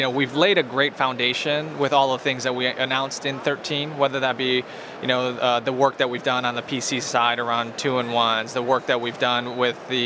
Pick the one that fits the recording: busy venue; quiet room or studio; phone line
busy venue